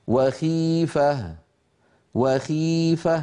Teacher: لاحظوا بأن صوت الخاء أيضا ليس فيه تفخيم شديد لأنها مكسورة